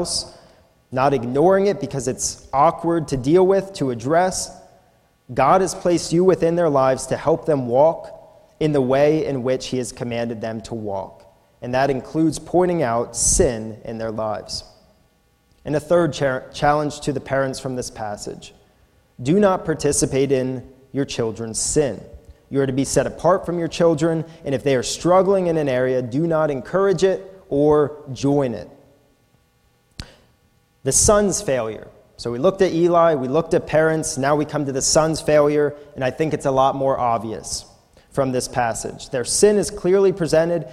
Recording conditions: large echoing room